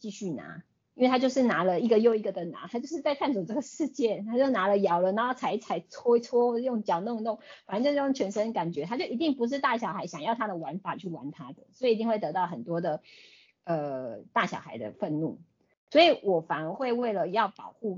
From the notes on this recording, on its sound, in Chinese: 此為線上課程錄音檔！